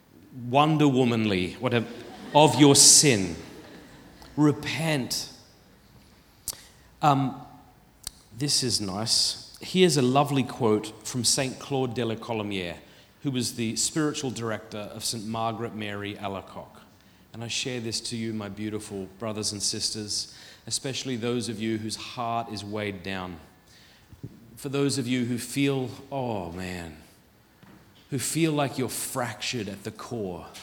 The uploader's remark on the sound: Filmed at the Purpose Conference 2023.